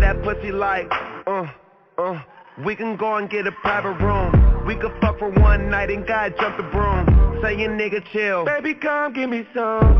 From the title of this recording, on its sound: NerveDJs Jan 16th Conference Call